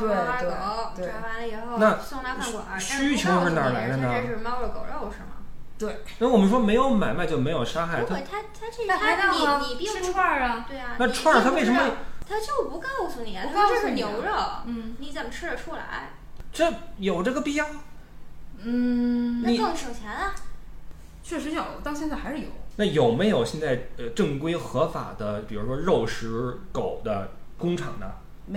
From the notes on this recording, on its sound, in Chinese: 小破话筒难以支持多人录音，本期音质堪忧，望谅解。